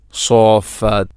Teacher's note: ആറ് ഹർക്കത്തിന് തുല്യമായിട്ടാണ് അവിടെ നീട്ടേണ്ടത് · Term: മദ്ദ് കലിമീ മുസഖൽ